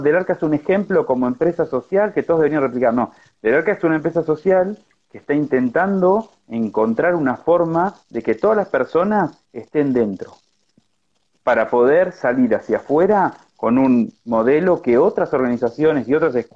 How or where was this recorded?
video call